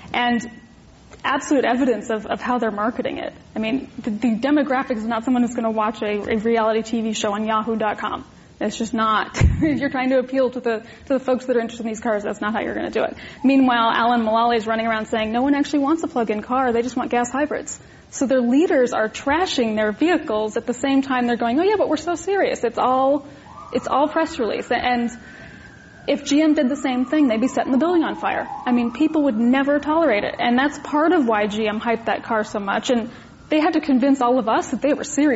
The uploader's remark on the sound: This program was recorded in front of a live audience at The Commonwealth Club in San Francisco on April 23, 2012